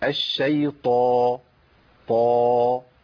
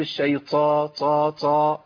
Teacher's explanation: الطاء هنا في اعلى مراتبها لانها مفتوحه وبعدها الف · Shown in: first take · اقول ايه؟ الشيطان، طا، ما بالغش وخليها تاتي من الحلق.